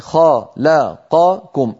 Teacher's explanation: أربع متواليات من المتحركات لابد أن تسوى أزمنتها، فنقول خلقكم ولا نقول خلقكم هكذا بسرعة.